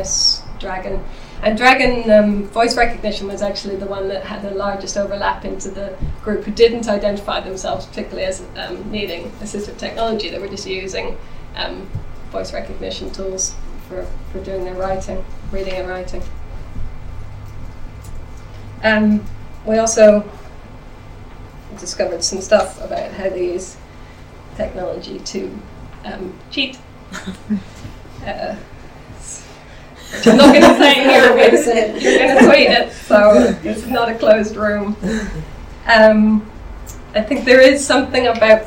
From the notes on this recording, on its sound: Speaks at the SRHE Student Experience Network and Digital University Network event "The Digital Student Experience: Exploring the role of technology on the student experience".